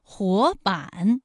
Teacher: 第一个字是二声，第二个字是三声。